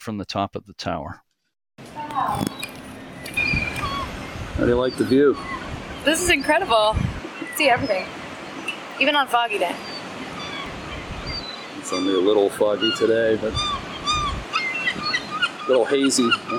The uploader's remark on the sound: The Twin Lights of Thacher Island, Massachusetts. This episode includes historic audio recorded in the 1980s, as well as audio from a recent visit to the island.